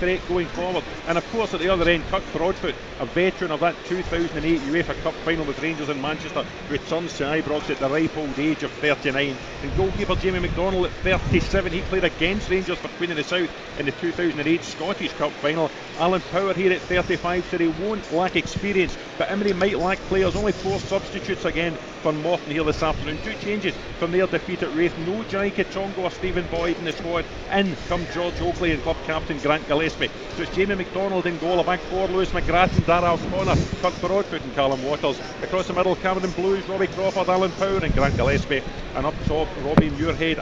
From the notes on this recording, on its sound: In the studio as Rangers take on Morton in the League Cup's early kick off. Live from Ibrox.